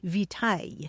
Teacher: Latin victualis passed into French, but along the way it lost that hard C sound